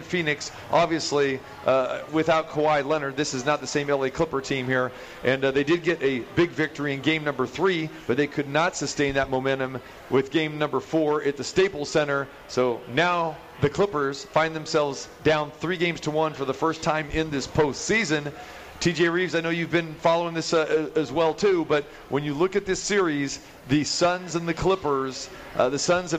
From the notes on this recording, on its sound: Live at the Cosmopolitan of the Las Vegas